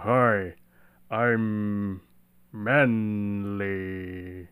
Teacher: the tone is very dark and it feels very, very far back.